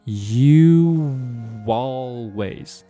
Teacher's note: 这个 you 和 always 中间添加进了一个 w